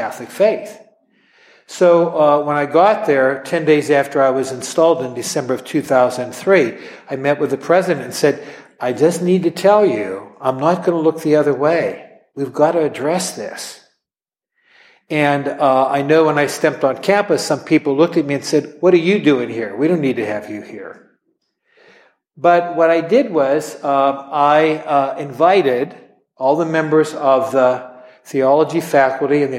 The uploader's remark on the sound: at an event we recently hosted